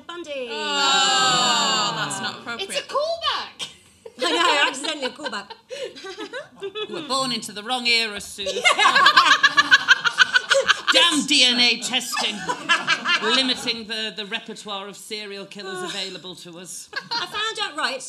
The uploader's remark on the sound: The second of our two part LIVE extravaganza direct from the big, camp Above The Stag cabaret room.